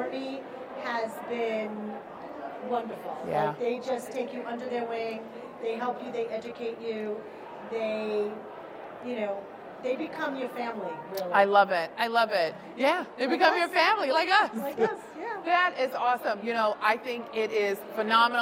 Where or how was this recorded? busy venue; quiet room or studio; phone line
busy venue